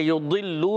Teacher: دوت کی زیر یہ نہیں کھینچیں گے مگر لام واو پیش لو واو مدہ ہوگا تو ایک الف کھینچیں گے